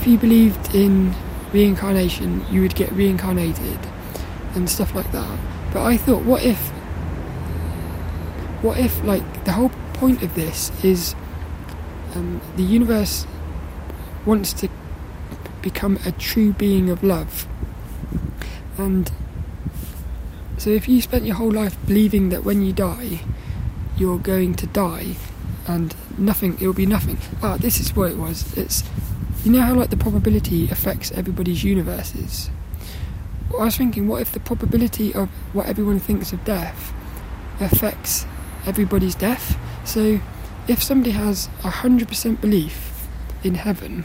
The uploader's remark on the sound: this one was recorded down the park